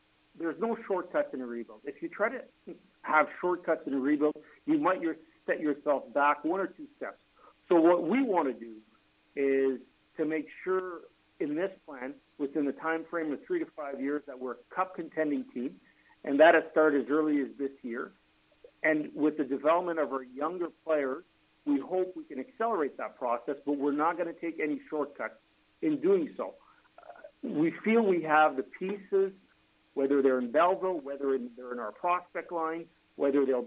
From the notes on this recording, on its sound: Senators Interactive Access Live Teleconference Call. Interact with Senators season ticket holders via teleconference.